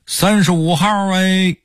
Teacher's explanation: 不管多少号，他们说出来都带儿化韵，而且呢拖着长长的尾音